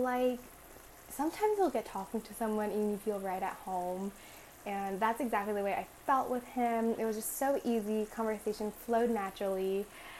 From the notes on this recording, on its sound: I apologize in advance for the audio. I highly recommend not listening with headphones for this one.